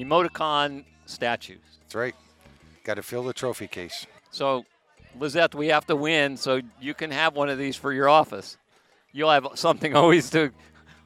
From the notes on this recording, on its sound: In this episode of the Playa del Carmen NOW Podcast we head outside